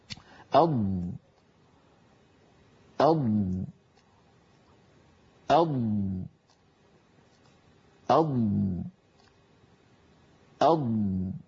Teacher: هل لاحظتم كيف أن صوت الضاد يستطيل وأن صوتها الرخو يجري قليلا كبقية الحروف الرخوة؟ · Term: الاستطالة